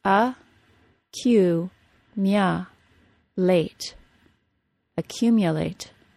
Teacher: the long U sound, which is pronounced as U when it is stressed, is pronounced as ya when it is unstressed · since the MU syllable is next to a stressed syllable, the MU syllable gets reduced. This is a common function of schwa, or reduced vowel sounds.